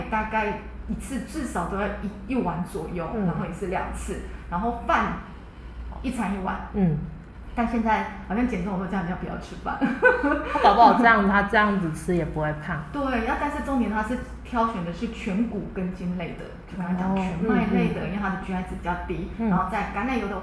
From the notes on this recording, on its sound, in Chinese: 因更換錄音地點，聲音有點空曠，再請多多包涵